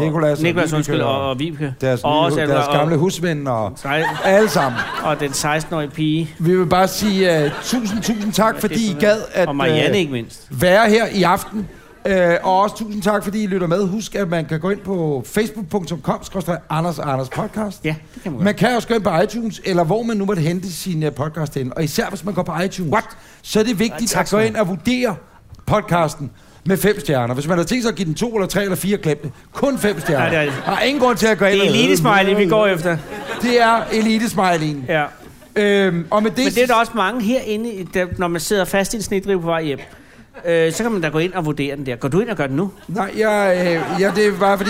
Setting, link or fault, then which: setting, busy venue